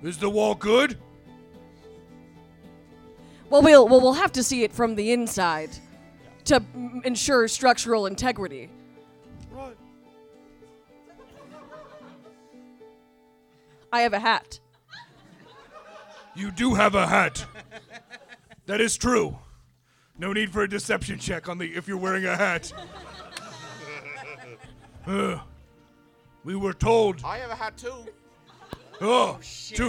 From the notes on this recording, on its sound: Here’s another edition of our live show series Thirst For Adventure!